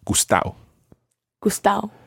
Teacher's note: But if you try to just understand that gustao is the same as gustado, okay? And the D sound in there is the way it's written, and often it's pronounced as gustao